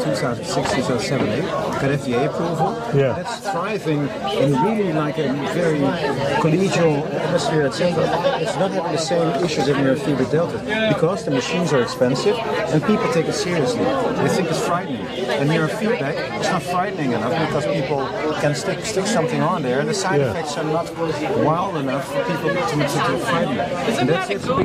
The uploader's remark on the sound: Behind-the-Scenes (and behind the bar) at the Suisun City Neurofeedback Summit 2023. At the vibrant bar of the Solano Yacht Club in Suisun City, California. A surprise birthday celebration. We apologize for the sound quality, as this was recorded at the bar of the yacht club.